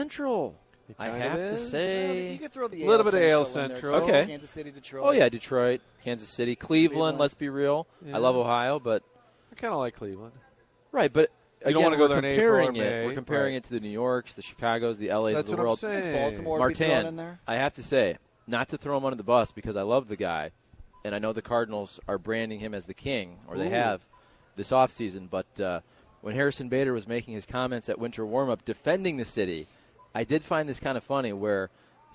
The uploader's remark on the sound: broadcasting live from Schnucks in Arnold